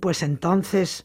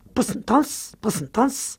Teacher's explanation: podríamos hablar de la elisión de la vocal átona · Shown in: second take · en vez de decir, pues entonces, hacemos, pues entonces.